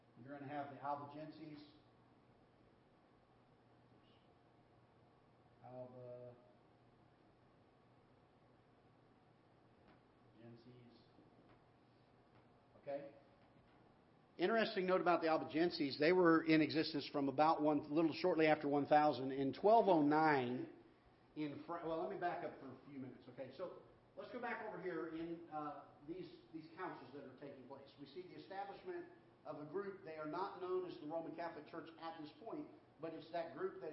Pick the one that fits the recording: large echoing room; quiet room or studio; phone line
large echoing room